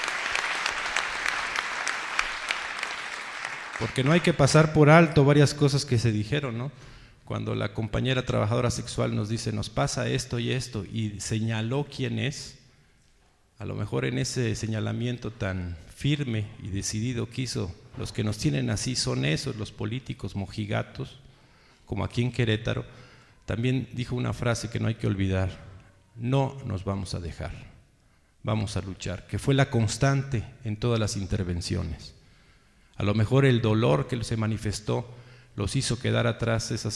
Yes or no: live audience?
yes